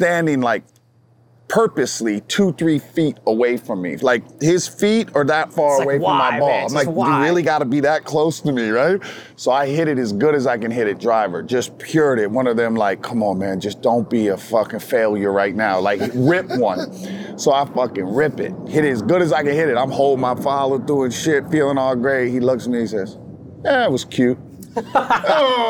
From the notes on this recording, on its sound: Shot on location at Top Golf Las Vegas.